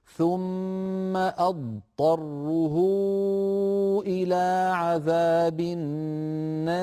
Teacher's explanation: لابد من بيان الضاد الساكنة ثم بعدها طاء وليس بينهما إدغام